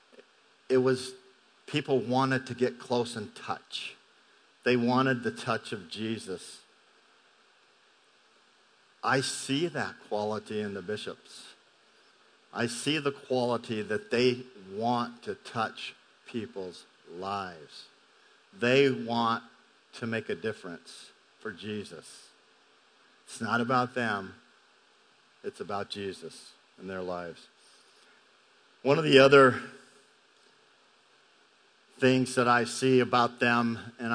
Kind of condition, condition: setting, large echoing room